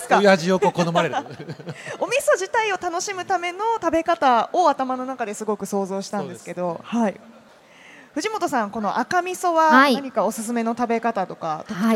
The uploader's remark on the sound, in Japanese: CRAFT SAKE WEEK 2023 at ROPPONGI HILLSにて公開収録。